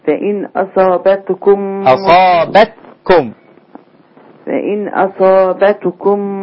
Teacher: التاء ساكنة مهموسة رقيقة